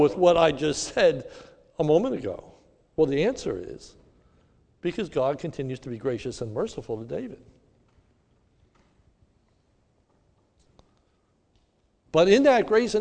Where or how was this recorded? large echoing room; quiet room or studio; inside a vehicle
large echoing room